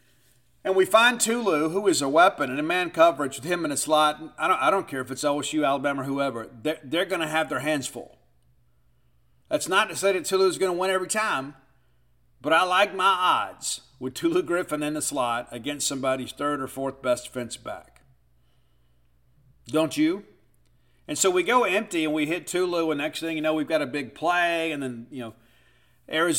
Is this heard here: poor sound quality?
no